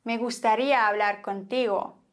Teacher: Naja, zunächst mal müssen wir immer die Silbe betonen, auf der ein Akzent liegt. Bei gustaría ist es deswegen klar auf dem I.